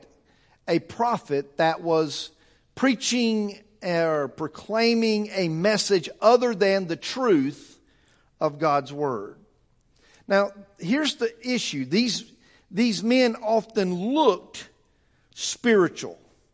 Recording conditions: large echoing room